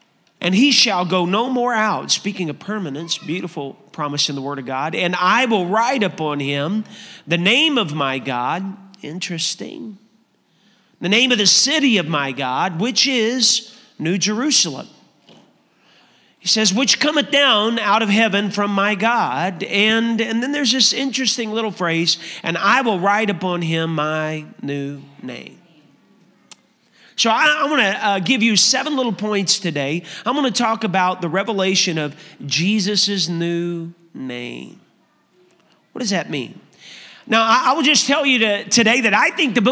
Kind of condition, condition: setting, large echoing room